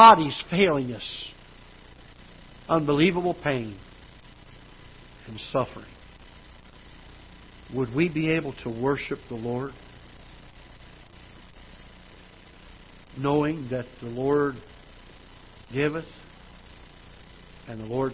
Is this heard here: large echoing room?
yes